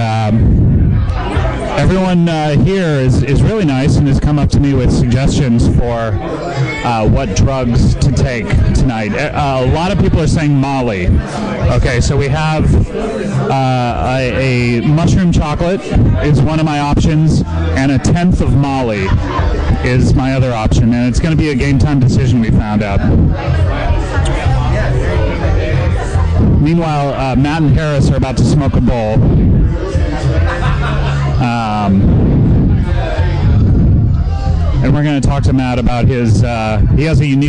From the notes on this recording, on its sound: Clips recorded at the show.